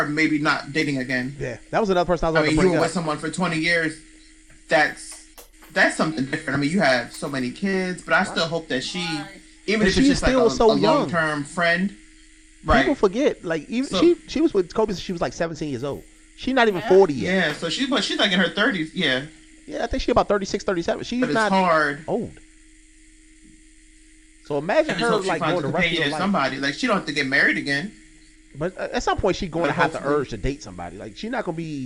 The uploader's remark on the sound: Forgive the slight buzz, some small audio issues